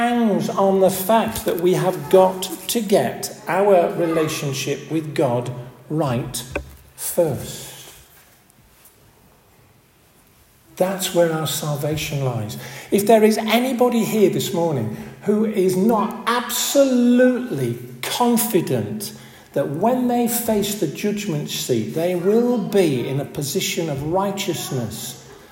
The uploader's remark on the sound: This audio recording was taken at the 10:30 Benefice Communion Service, on March 3rd 2024 in St Oswald's Church, Askrigg.